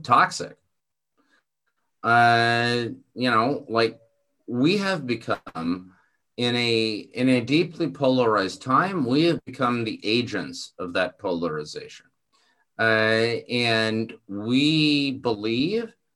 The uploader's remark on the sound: This event was presented as a live webinar November 14, 2020